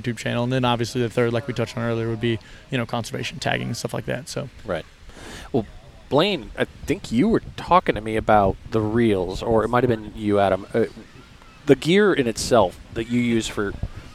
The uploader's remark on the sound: This recording was live at the beach while they were working. One of the fishing lights started to droop.